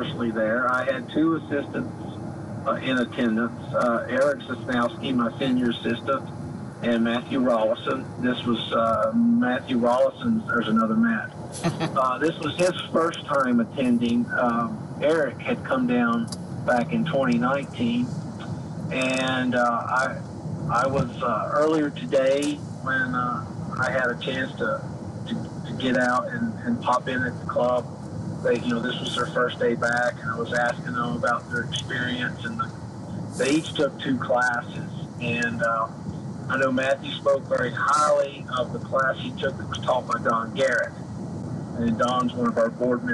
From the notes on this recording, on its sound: a recap call on the daylong drive back to Ohio